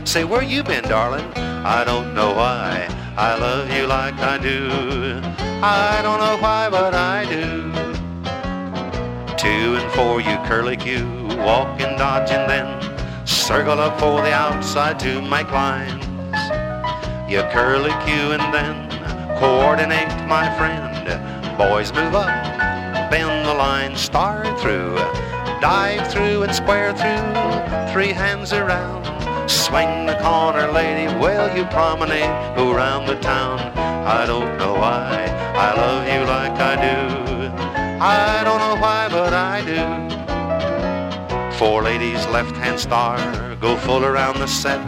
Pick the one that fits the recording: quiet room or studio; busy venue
busy venue